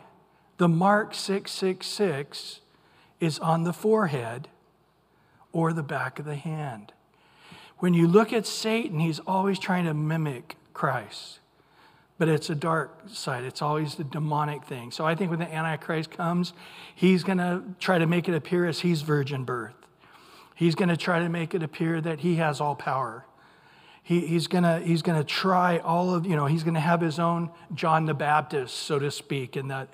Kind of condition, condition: setting, large echoing room